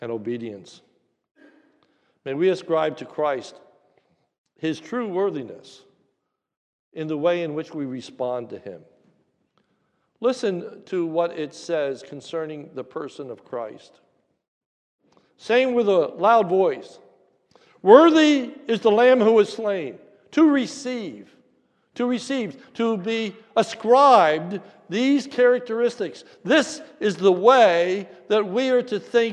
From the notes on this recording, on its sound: This is a sermon recorded at the Lebanon Bible Fellowship Church in Lebanon, PA during the New Year’s Eve service.